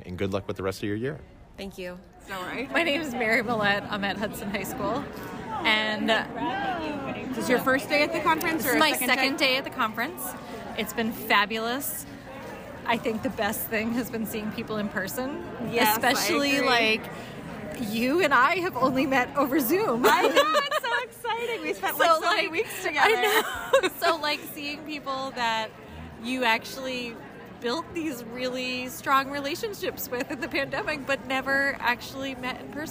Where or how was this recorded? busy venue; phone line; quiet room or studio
busy venue